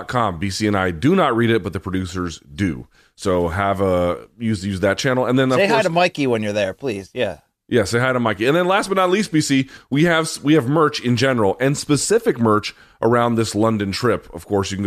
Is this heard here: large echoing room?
no